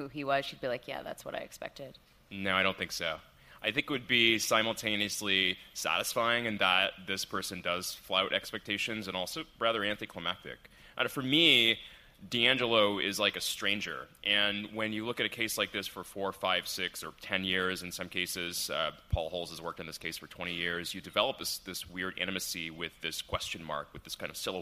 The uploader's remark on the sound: We're live at Crime Con 2018 in Nashville